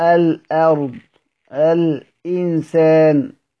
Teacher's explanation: عرفا عبارة عن النطق بالهمزة خارجة من عرفا، يعني على حسب عرف أهل الصناعة التجويدية، النطق بالهمزة خارجة من مخرجها الذي هو أقصى الحلق كاملة في صفاتها، وهي لغة ذيل وعام التميم. · Term: التحقيق